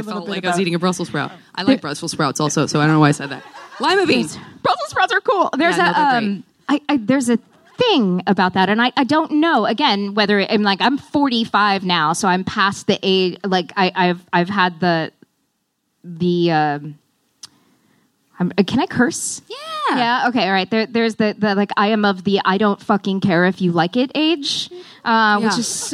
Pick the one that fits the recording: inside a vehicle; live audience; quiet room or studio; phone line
live audience